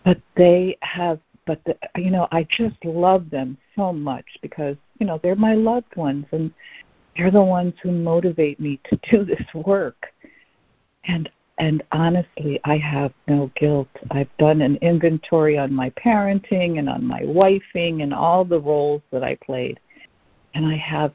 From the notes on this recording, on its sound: ACIM Daily Conference Call